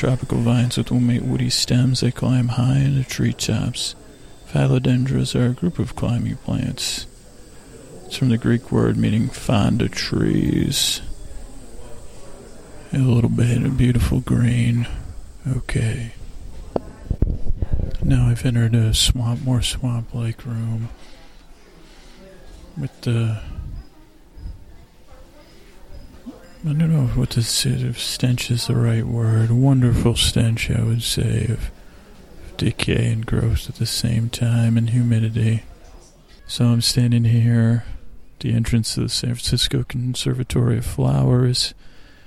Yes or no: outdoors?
yes